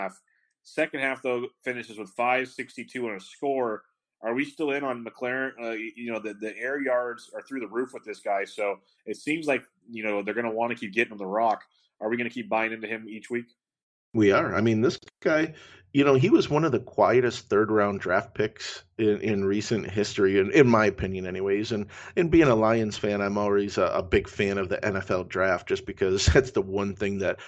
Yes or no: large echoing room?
no